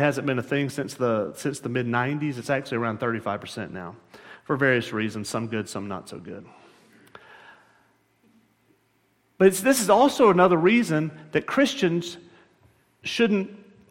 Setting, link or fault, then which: setting, large echoing room